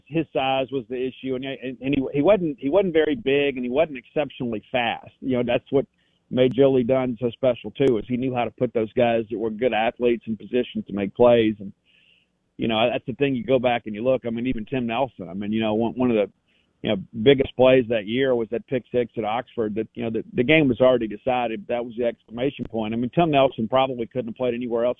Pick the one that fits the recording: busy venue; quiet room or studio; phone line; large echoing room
phone line